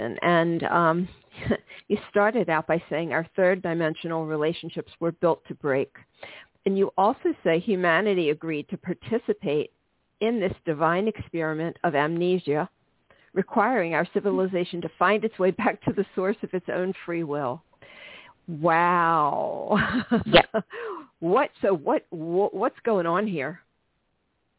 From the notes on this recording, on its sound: live readings to listeners who call